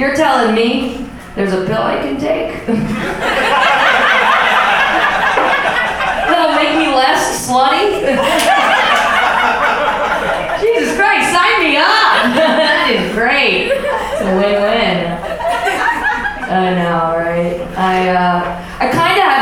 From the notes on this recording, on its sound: LIVE at West Side Comedy Club. This LIVE show was recorded using microphones in the room in order to capture the feel of being in the room, and though it's totally listenable and captures the moment, it does not represent the same sound-quality of a typical episode.